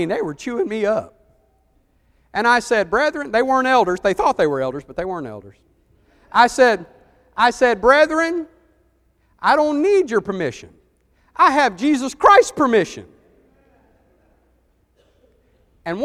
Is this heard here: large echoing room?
yes